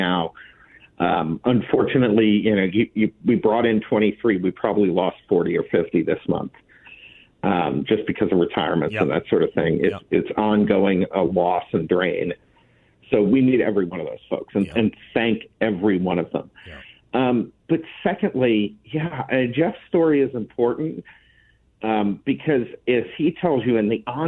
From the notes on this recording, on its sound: by phone for the full hour